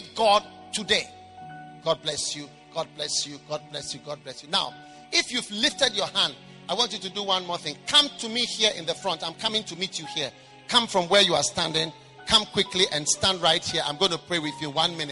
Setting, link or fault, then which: setting, large echoing room